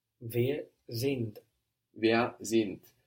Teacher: So it's S-I-N-D, but the D on the end there is hardened